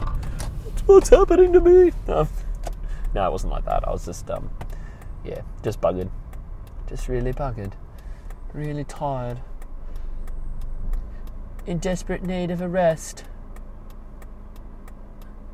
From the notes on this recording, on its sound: I'm in the car with some news for all of you.